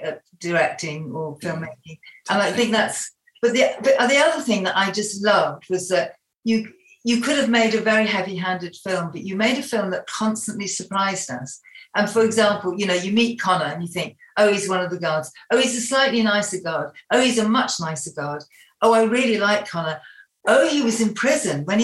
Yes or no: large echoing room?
no